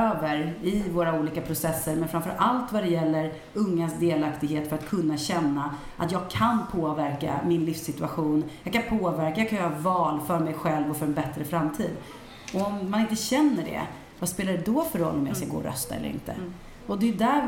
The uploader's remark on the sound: Live Almedalen. I livesändning från Aktuell Hållbarhets Arena.